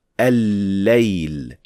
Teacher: So it is extremely important to understand that this lam is not actually pronounced at all. We only pronounce the second lam with shadda, just like al-layl. · Term: lam shamsiyya